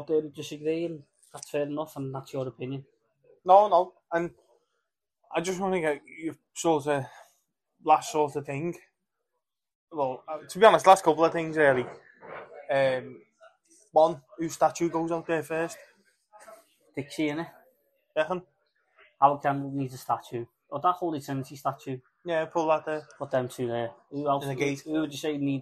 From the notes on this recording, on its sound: do a podcast sat in the Bramley Moore pub